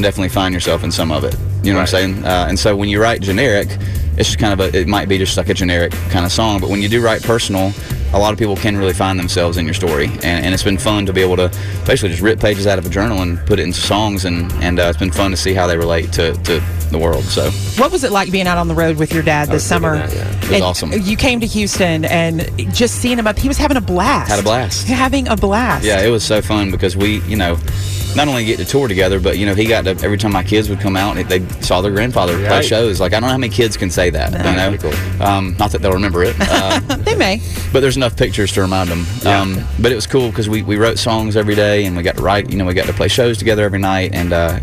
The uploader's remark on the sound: Live from the CMA Awards in Nashville!